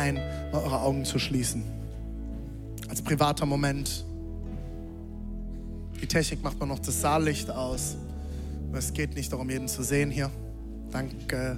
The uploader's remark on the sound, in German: Zeal Church Leipzig. Audiomitschnitt der Predigt.